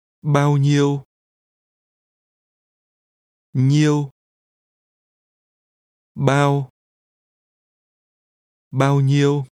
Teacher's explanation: This is pronounced with two mid level tones.